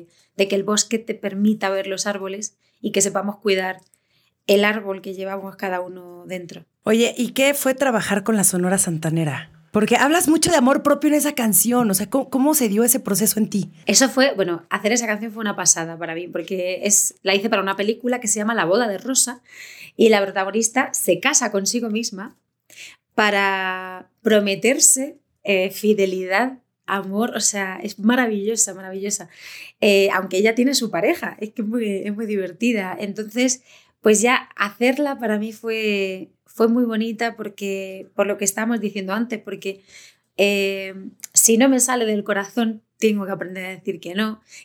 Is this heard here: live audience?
no